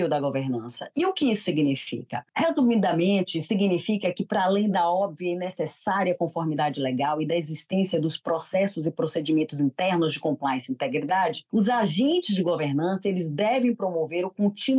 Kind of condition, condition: link, video call